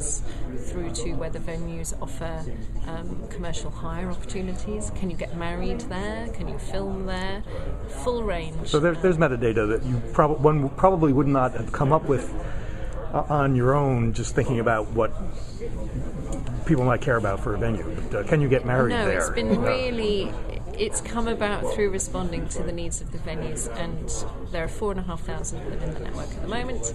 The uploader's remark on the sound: talk at the LOD-LAM conference